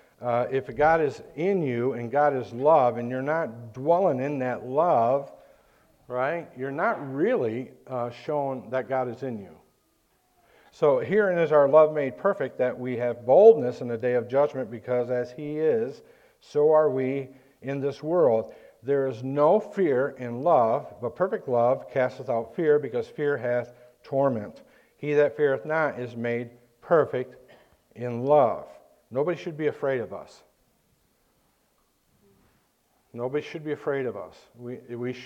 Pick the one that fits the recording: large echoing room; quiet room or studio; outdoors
large echoing room